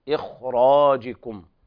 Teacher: نفخم الخاء بتفخيم أعلى درجة في التفخيم لوقوع الراء بعدها مفخمة من الطبقة الأولى، إخراجكم تفخيم قوي، إلا